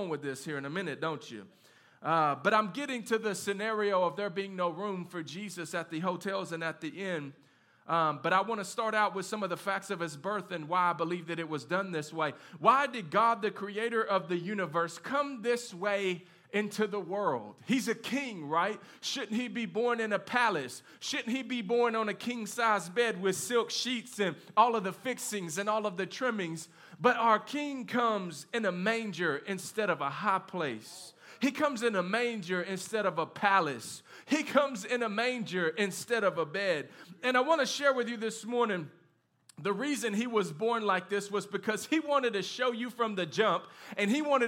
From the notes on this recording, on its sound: live from Canvas Community Shelbyville Churc